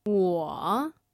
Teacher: We have the third tone on the word for I. 我. It dips and then it rises again.